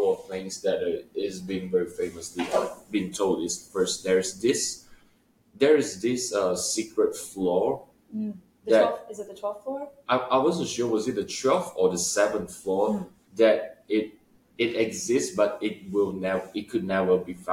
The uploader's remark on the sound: Please excuse our microphone quality this week, we are still traveling!